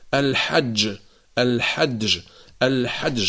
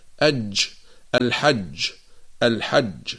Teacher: ليست رخوة ولا نقول أج. وهنا ننبه الإخوة أيضا إلى أن بعض الناس إذا أرادوا أن ينطقوا حرف الجيم شديدة يجعلونها مسبوقة بحرف الدال ملاصقة لها · Shown in: first take